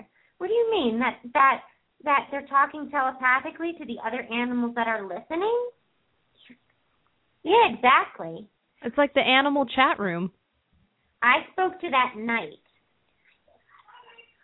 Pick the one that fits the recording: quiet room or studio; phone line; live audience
phone line